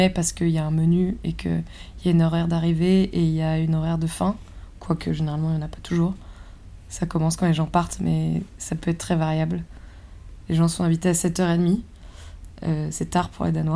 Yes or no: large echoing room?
no